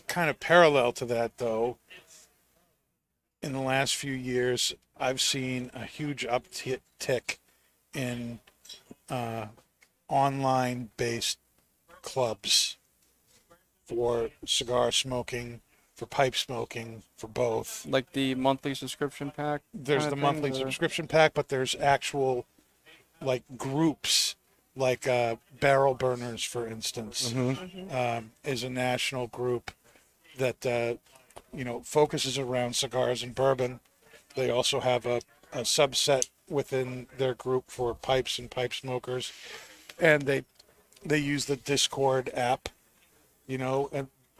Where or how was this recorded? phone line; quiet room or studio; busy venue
busy venue